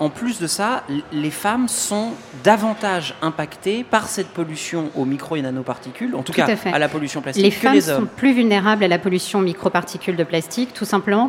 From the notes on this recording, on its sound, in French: Et comme cette émission se déroule en direct de Marseille au Festival So good.